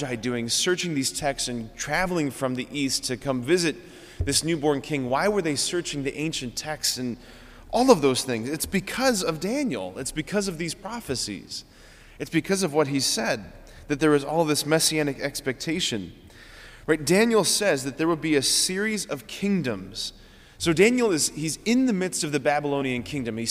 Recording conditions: large echoing room